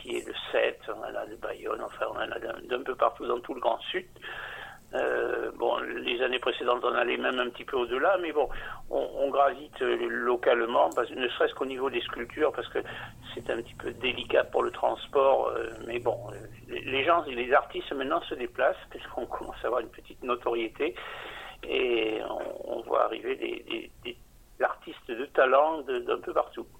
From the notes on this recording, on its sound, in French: Interview téléphonique